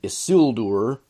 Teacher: it's the second syllable that's stressed. And the reason is because it's, even though it's a short I, it is followed by two consonants, the L and the D.